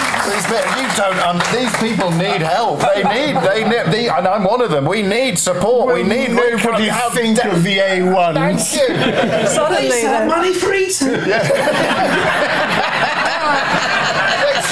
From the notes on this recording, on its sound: Live at London’s Comedy Store. It’s part two of the OGWN Christmas live show.